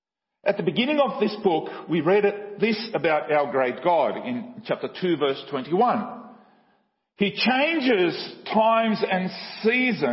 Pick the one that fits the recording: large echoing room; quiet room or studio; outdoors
large echoing room